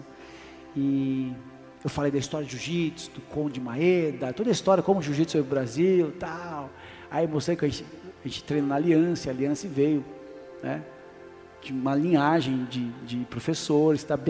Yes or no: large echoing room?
yes